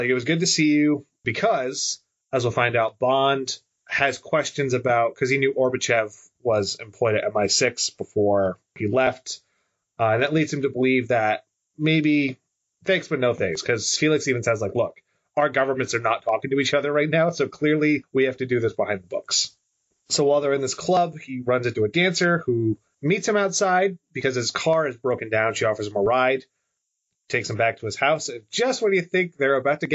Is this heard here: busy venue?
no